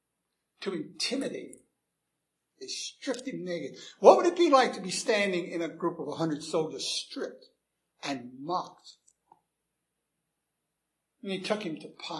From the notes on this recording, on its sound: Recorded 7/24/2011 at Christ Church Anglican